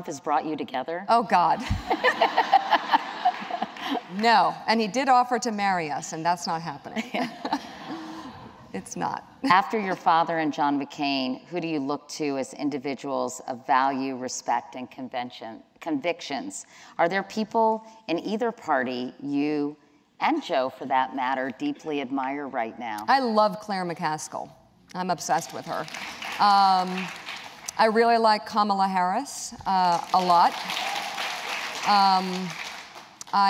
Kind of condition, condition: setting, live audience